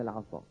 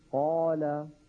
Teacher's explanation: العصا أفخم من قال، العصا هذه أفخم · Term: تفخيم